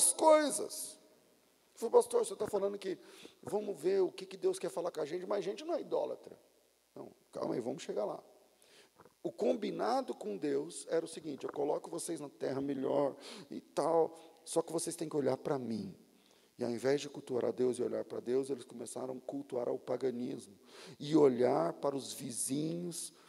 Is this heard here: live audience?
yes